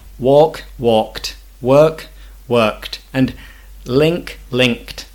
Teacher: We need to pronounce it like a t, t, t, a t sound, because the verb ends in K. And the same thing happens with the verb walk, work, and link.